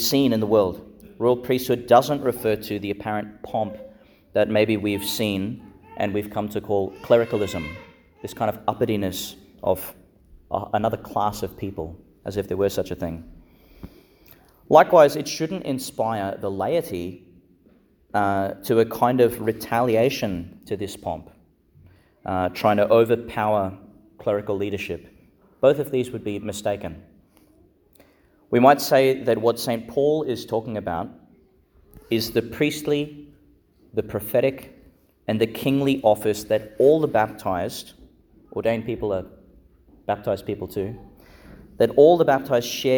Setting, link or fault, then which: setting, large echoing room